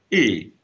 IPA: ɨ